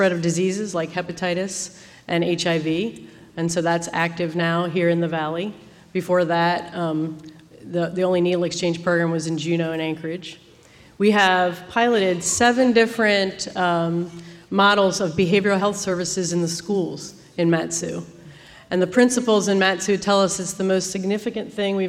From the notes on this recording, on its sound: The panel on stage at the Alaska Prevention Summit. At the Dena’ina Center.